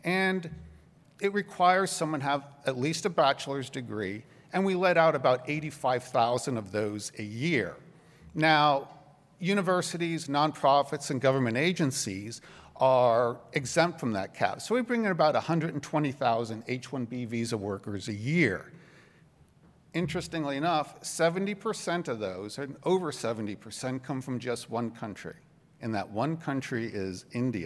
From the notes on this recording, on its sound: address at the Miami National Conservatism Conference on September 12, 2022